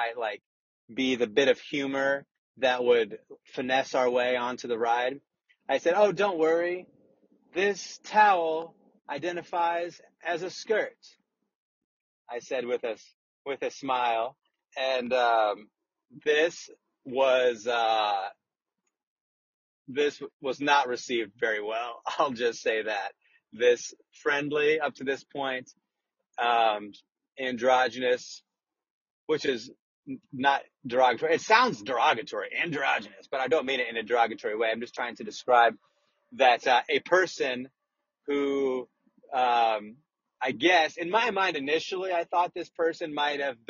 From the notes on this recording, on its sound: RECORDED WHILE DRIVING AN AUTOMOBILE!